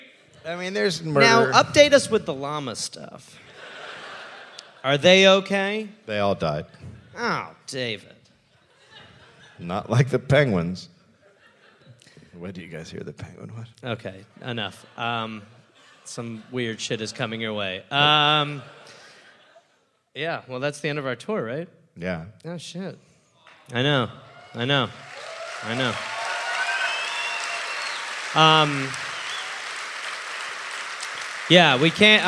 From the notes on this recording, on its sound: Recorded live in Perth, Australia.